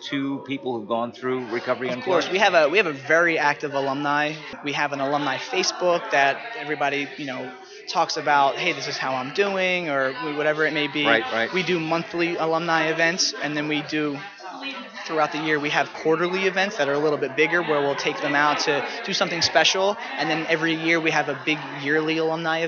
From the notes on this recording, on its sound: broadcasting from the 2016 annual conference of the Texas Association of Addiction Professionals (TAAP)in San Antonio,TX